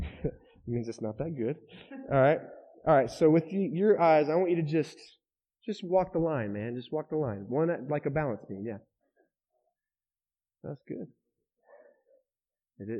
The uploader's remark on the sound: Shares his message at The River Church. This is the weekly audio podcast of The River Church in DFW.